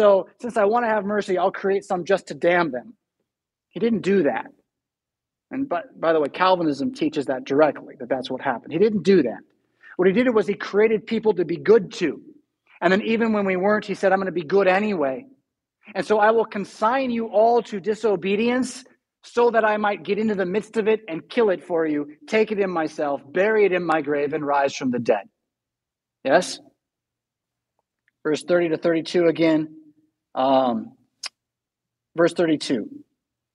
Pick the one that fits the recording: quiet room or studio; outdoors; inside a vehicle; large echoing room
large echoing room